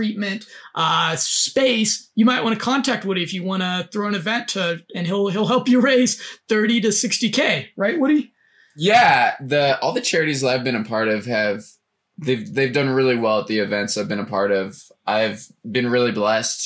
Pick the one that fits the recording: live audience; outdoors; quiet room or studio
quiet room or studio